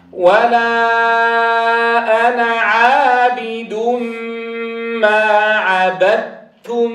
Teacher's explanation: الدال لا شيء عليها والتاء مشددة عبد تنتقل مباشرة إلى صوت التاء · Term: إدغام